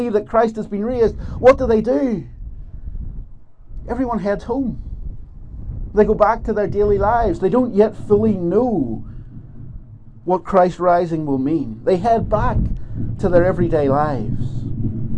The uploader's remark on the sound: This is the recording of the Bible reading and talk from Ballymena Presbytery's Easter Dawn Service held at Slemish Car Park on Sunday 9th April 2023.